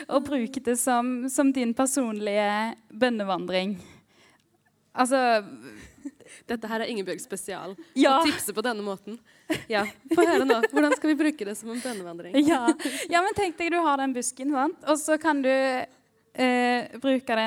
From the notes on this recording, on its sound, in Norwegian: Vår første live-episode fra sist fredag på Fangekasa i Østfold er nå ute.